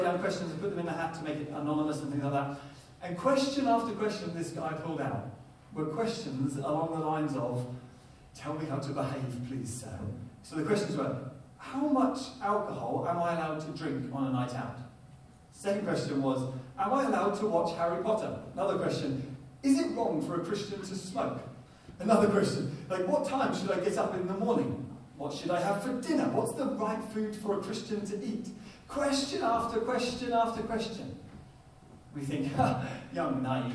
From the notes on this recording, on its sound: Poor Audio Quality